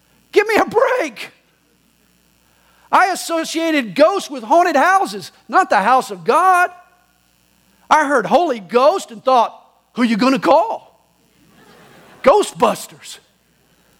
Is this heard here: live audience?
yes